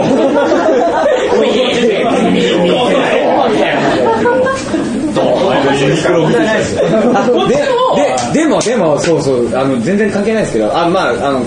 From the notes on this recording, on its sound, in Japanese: ポッドキャスト1周年を記念して開催された公開録音第2部